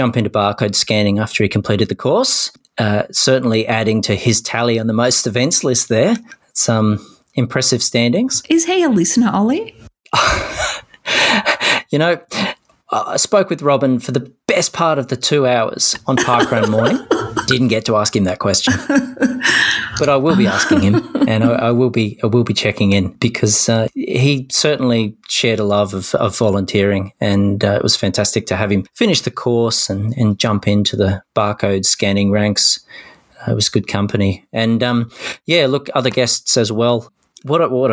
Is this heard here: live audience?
no